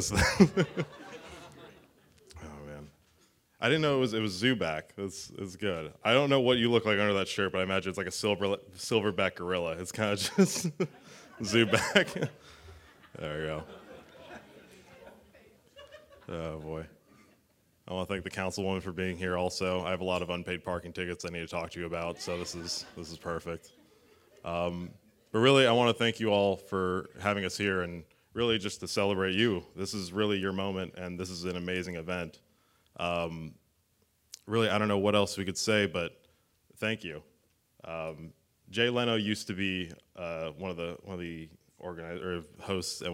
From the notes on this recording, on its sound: the live recording from the Roast